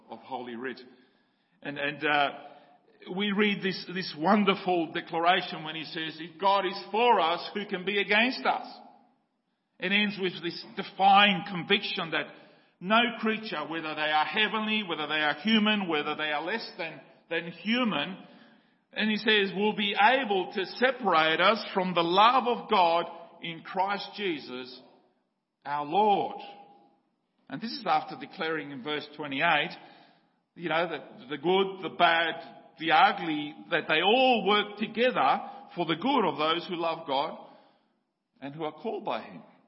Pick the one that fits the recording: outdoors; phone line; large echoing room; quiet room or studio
large echoing room